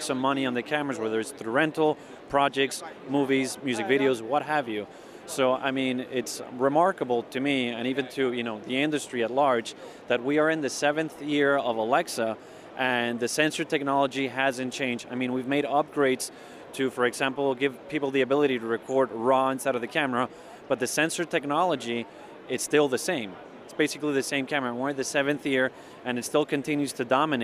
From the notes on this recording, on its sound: Live from the NAB Show floor